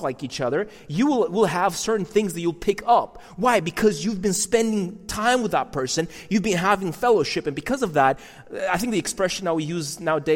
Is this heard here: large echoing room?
yes